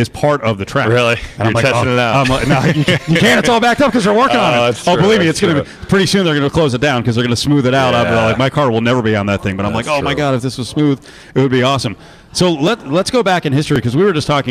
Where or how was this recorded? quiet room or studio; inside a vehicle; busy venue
busy venue